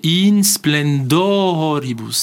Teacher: Le fait que « in » est un peu long, « splen » est très court, que « dor » va être très long. · Term: proportions entre les syllabes